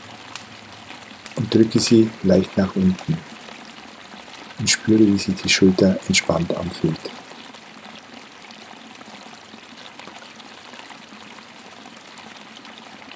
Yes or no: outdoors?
yes